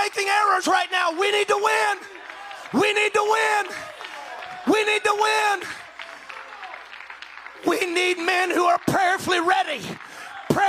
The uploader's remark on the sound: spoke this message at the 2021 NTX District Men's Conference